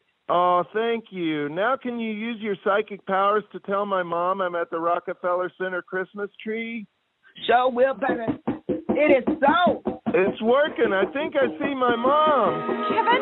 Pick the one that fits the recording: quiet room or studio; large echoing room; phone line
phone line